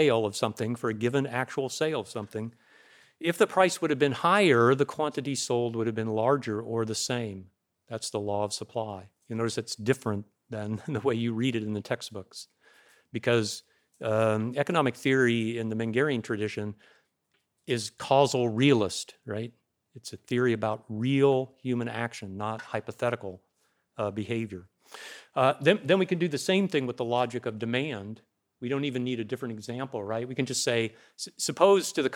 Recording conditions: large echoing room